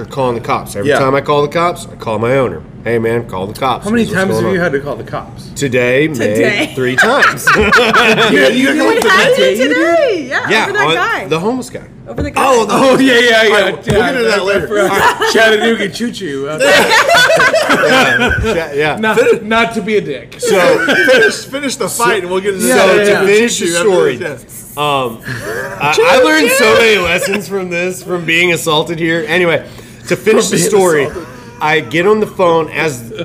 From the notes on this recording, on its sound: This week we are LIVE from Gusano's Pizza